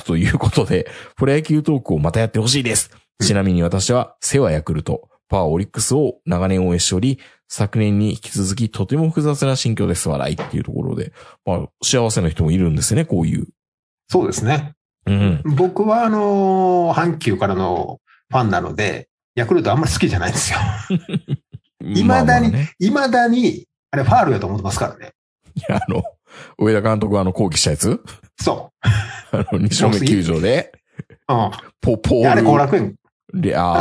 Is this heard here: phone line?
no